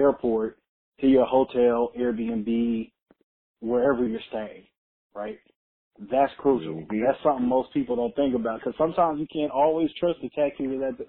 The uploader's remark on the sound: An extremely important phone call